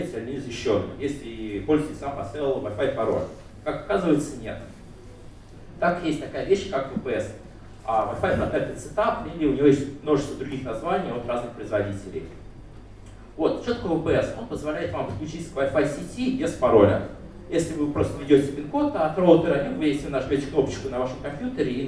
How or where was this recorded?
large echoing room